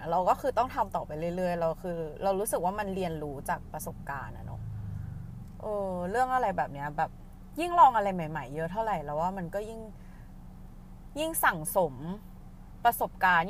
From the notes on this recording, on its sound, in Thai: นี้เสียงไม่ค่อยโอ 55555 คืออัดบนรถครั้งแรก แล้ว noise มันเยอะมาก. อัดสด no script.